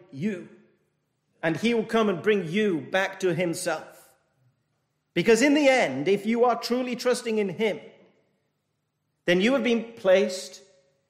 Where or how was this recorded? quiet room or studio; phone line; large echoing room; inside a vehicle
large echoing room